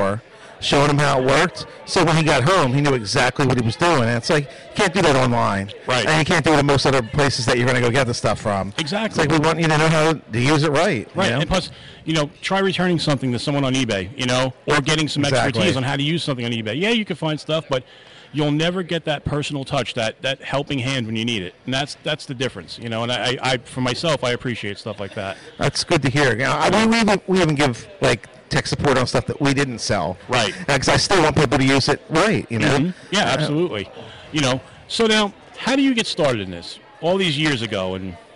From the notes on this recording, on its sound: Live From The NJ Paraunity Expo